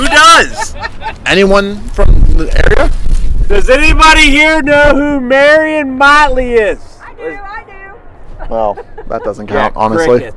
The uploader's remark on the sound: Massillon vs. McKinley Tailgate Show. We bring you all the sounds from the greatest High School Rivalry game.